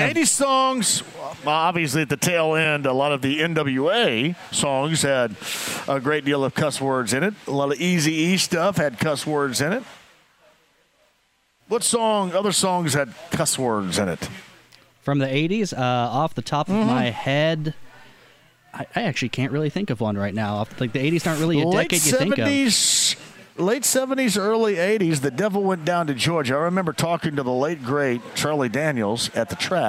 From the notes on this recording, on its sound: Live From Twin Peaks. As well as by taking a call on the Colts!